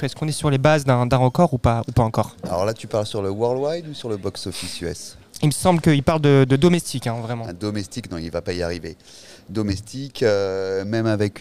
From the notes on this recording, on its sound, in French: Enregistré dans le hall du cinéma Les 7 Batignolles.